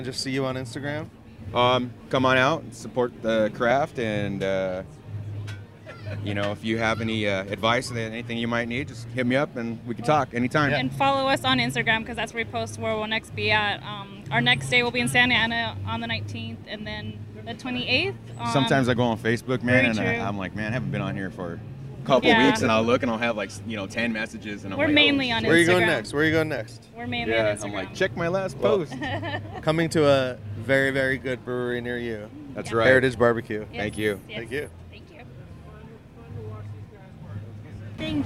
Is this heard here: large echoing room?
no